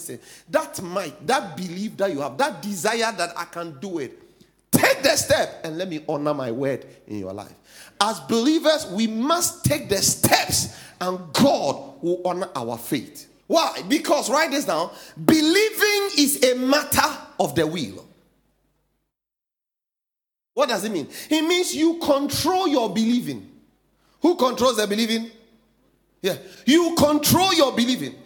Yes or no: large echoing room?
yes